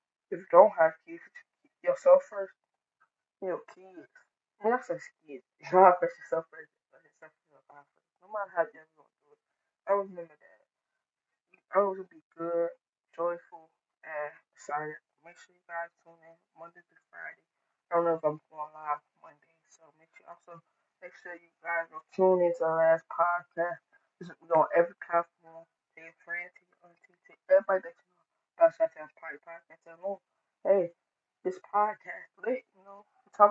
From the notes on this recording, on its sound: Error in the show because the audio